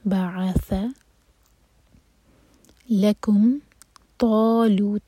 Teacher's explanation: طا heavy اور تا light